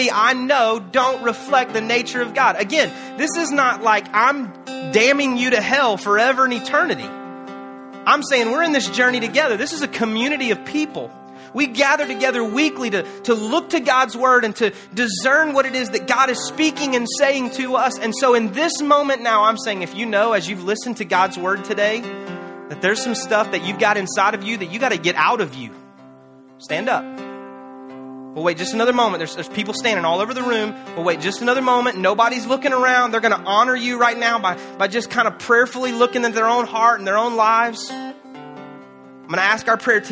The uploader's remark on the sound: Canton Church, in Canton, GA, features live teaching